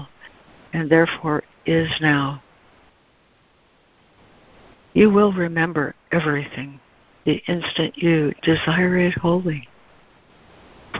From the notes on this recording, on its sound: ACIM Daily Conference Call.